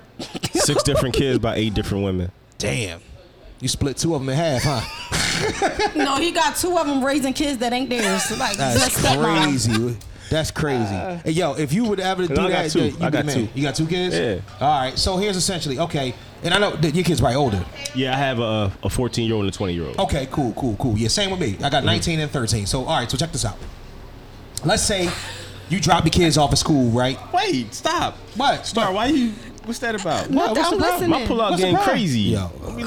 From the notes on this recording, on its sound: Live From Krush Lounge in Philadelphia Pa 3/28/23!